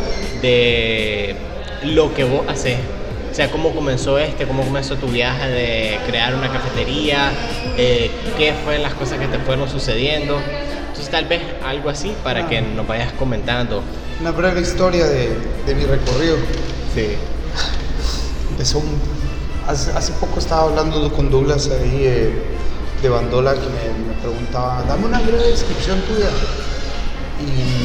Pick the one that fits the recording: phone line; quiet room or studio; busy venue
busy venue